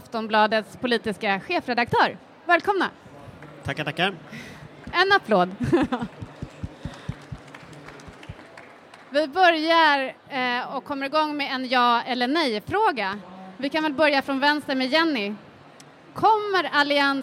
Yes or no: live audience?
yes